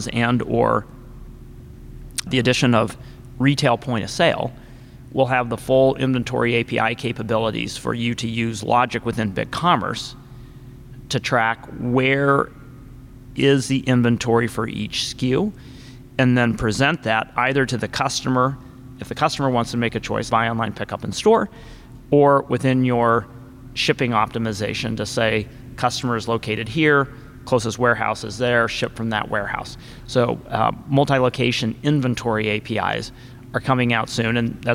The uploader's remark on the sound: Live from ShopTalk